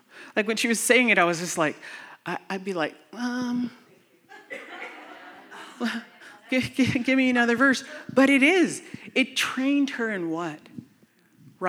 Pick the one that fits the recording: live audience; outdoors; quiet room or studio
live audience